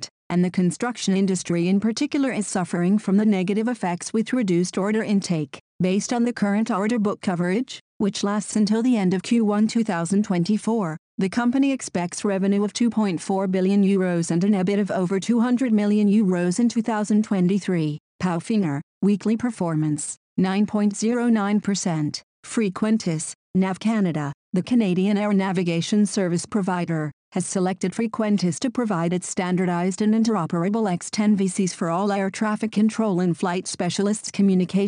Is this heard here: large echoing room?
no